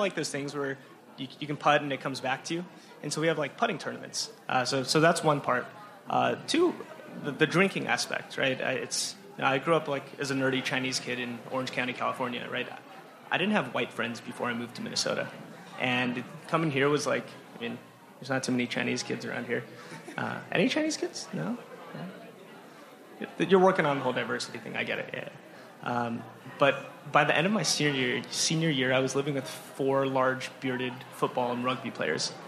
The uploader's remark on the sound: A live performance. A little Q&A with the Marketing Interns in the crowd. This is our first of hopefully many live shows.